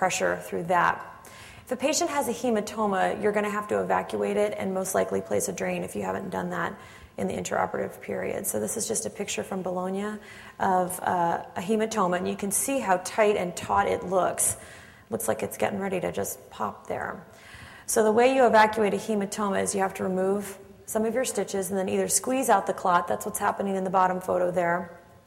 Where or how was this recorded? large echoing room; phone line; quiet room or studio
large echoing room